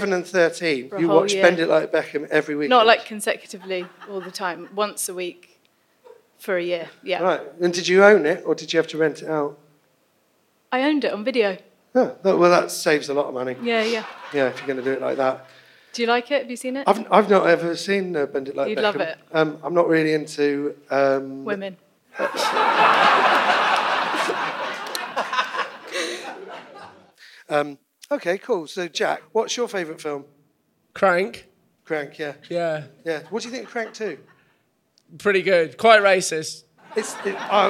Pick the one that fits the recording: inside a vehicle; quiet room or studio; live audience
live audience